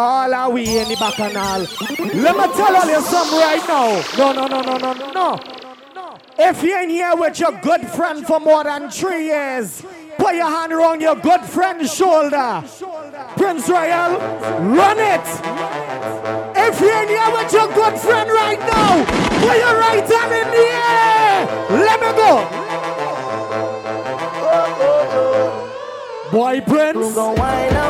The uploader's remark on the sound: PREZZY XMAS PARTY 12.26.2015 MARYLAND LIVE AUDIO